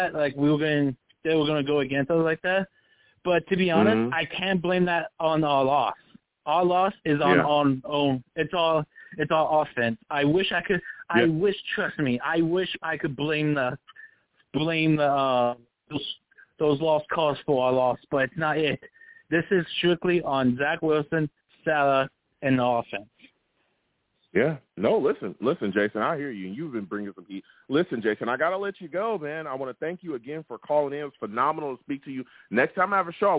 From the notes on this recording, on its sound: Live immediately after the Jets game against the Patriots, I sat down and discussed the game! The callers went crazy on this show and the takes were flying! I take live callers!